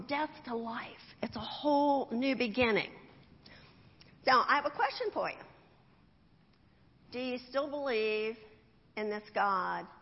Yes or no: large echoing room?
yes